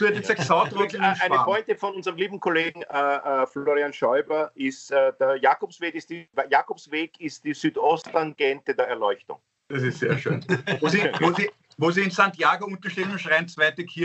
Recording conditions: video call